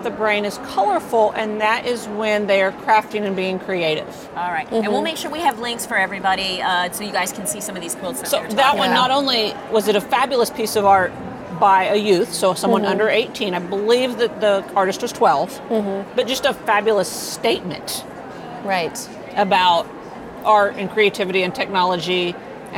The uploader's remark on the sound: live from the QuiltCon show floor